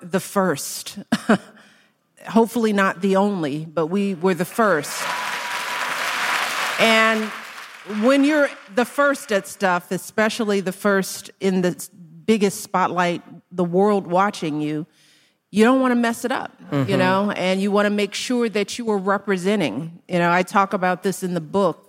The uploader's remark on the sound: While on her book tour for “The Light We Carry,”. In front of a live audience. Special thanks to Higher Ground Media for providing Making Space with this audio.